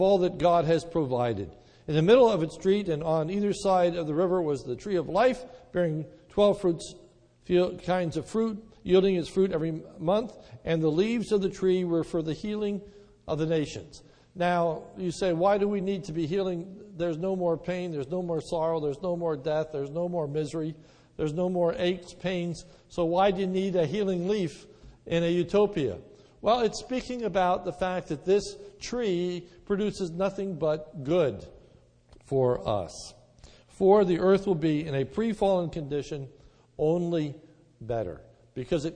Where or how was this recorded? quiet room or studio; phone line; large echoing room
large echoing room